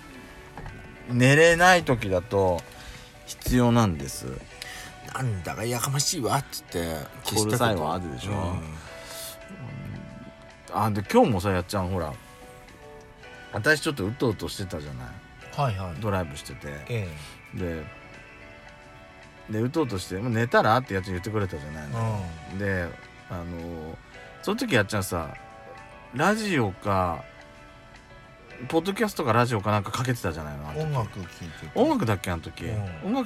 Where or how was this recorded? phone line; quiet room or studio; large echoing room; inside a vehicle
inside a vehicle